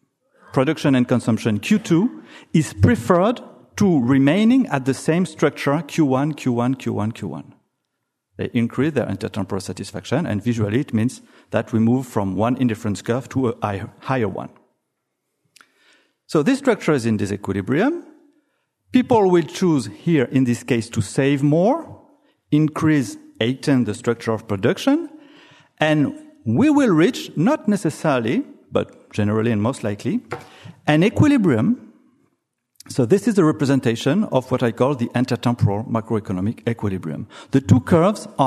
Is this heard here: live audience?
yes